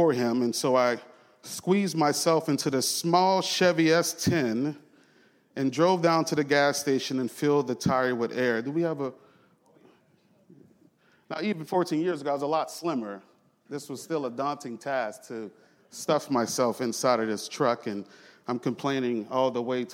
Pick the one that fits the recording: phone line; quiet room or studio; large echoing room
large echoing room